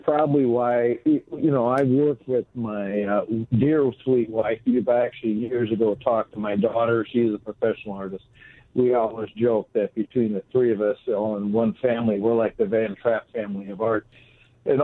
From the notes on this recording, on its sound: Join the show by phone.